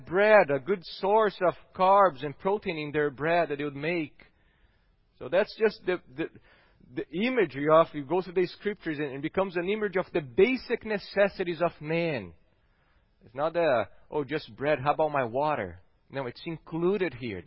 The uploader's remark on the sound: at Gracious Cross Reformed Church Salem